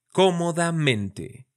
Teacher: Incluso podemos tener acentos secundarios, como en cómodamente. Ahí en el co y en el men.